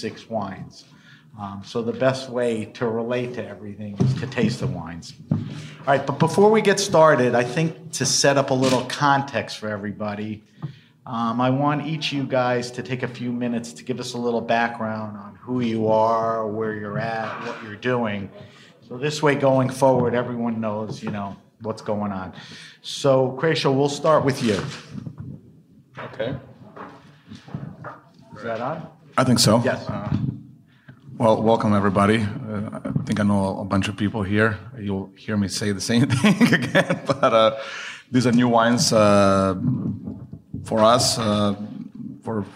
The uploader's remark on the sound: This episode was recorded live at this spring's RAW Wine NYC - a celebration of artisan and natural wines.